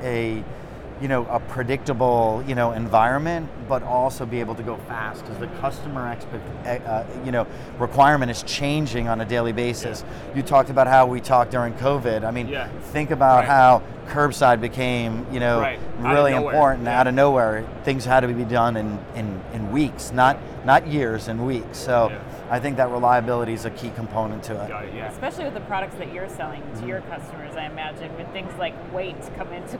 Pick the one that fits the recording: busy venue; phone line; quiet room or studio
busy venue